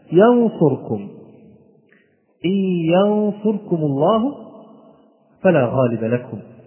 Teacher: والإدغام يعني إدغام التام طبعا، الذي لا غنة للنون فيه، والذي تدخل النون في الحرف الذي بعدها وتختفي الغنة تماما، إلا أن الإخفاء جاء في مرتبة بين المرتبتين، جاء هنا النون لا تظهر واضحة ولكن ظهرت غنتها وبقيت غنتها